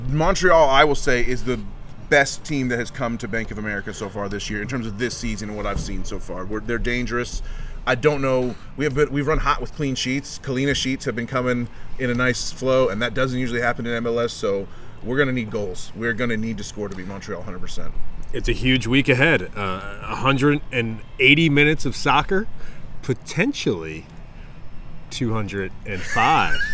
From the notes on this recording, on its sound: they record on the patio at Triple C Brewing Company